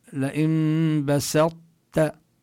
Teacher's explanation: في مواضع كذلك يعني يحتاج حتى يخرج الكلمات، مثلا لئن بسطت، هنا الطاء لا نلفظها بوضوح، لا تكون مقلقلة لأنه ليس حكمها الإظهار، وكذلك ليس حكمها الإدغام الكامل، يعني لا نقول، لا نقرأ لئن بسطت ولا نقرأ لئن بسطت، أيوة. إنما تبقى صفة الإطباق التي للطاء قبل التاء، لئن بسطت بدون قلقلة، لكن يظهر أنه في طاء قبل هذه التاء.